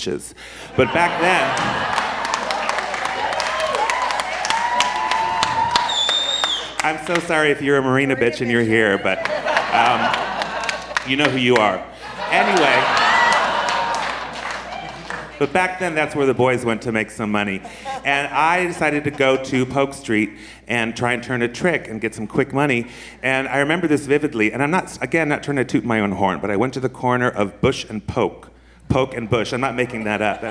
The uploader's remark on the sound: This was recorded at our San Francisco Sketchfest show.